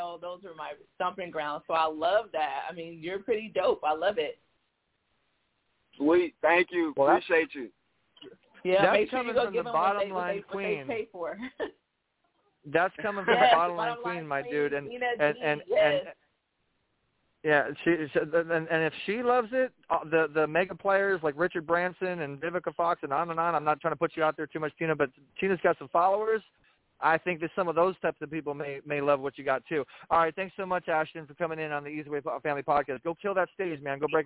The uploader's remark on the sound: This is a call in podcast. This podcast is broadcasted live on Blog Talk Radio and then put on IHEART Radio via the eZWay Network.